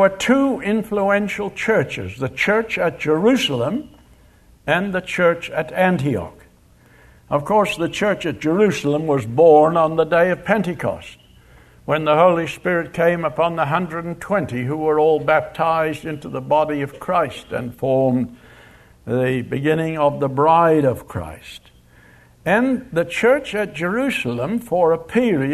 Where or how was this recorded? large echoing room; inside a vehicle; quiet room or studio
large echoing room